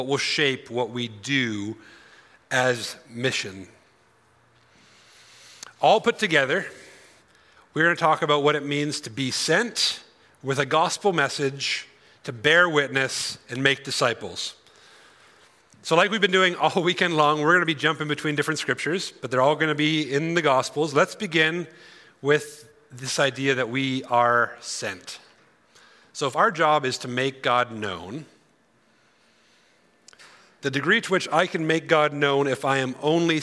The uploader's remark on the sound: Grow Conference 2023: Session 3. During our 2023 Grow Conference!